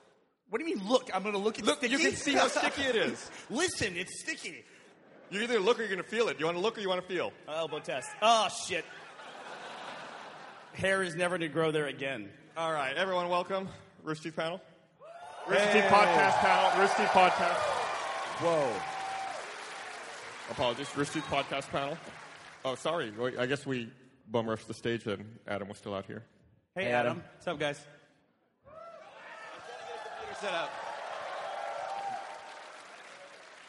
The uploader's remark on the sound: RT does it live from RTX 2013!